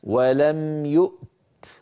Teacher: فننطق همزة ساكنة ثم تاء شديدة ثم مهموسة، ولم يؤت، هكذا نقف على هذه الكلمة.